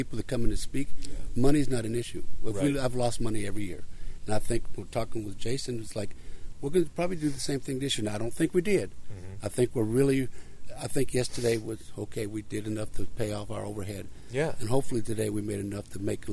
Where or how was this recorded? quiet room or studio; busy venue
busy venue